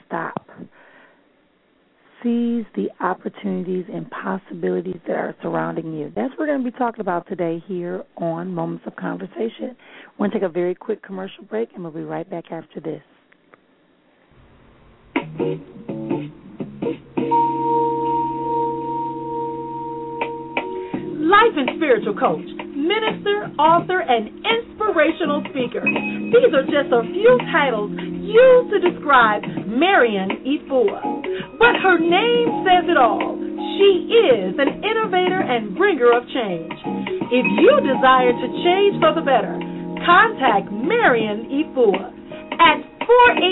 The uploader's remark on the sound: callers may call in with questions